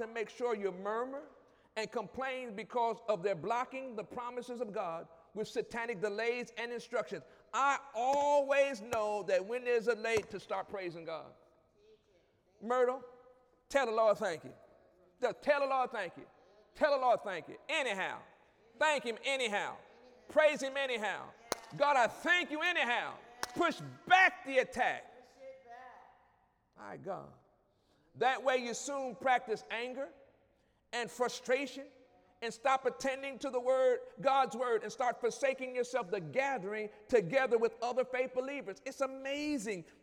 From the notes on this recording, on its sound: During Wednesday night service on June 21, 2017